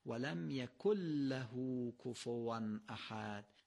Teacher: نون یکن رو به لام تبدیل کنیم · Term: ادغام نون